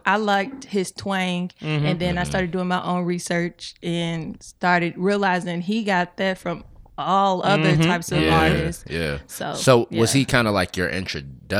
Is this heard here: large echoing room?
no